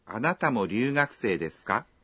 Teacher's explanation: Para fazer uma pergunta com uma frase que termina em des, é só acrescentar a partícula ka depois de des e falar com uma entonação ascendente